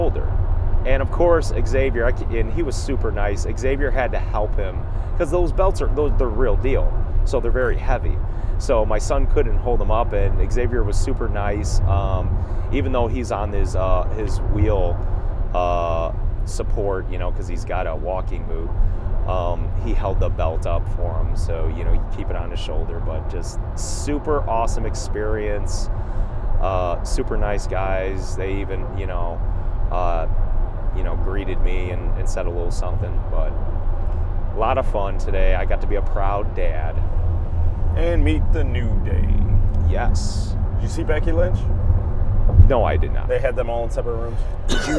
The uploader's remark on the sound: We were there live and here's our recap and reactions right after the event. Apologies for the audio as we were in a car.